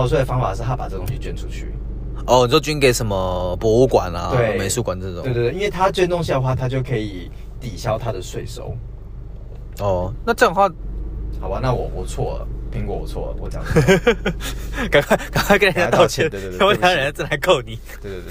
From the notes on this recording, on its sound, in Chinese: 我們把整個錄音室搬到了車上，在行車的路上